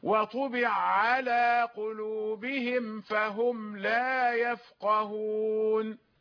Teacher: هو يقرأ بالإدغام، إدغام العين في العين